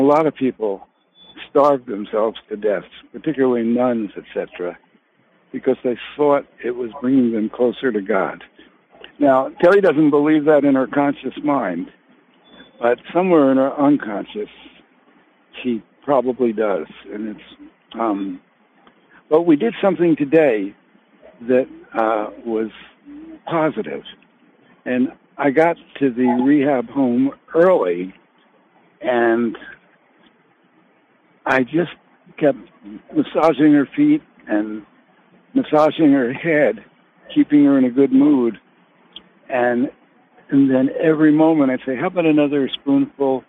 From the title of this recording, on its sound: Conference Call LIVE, August 8, 2022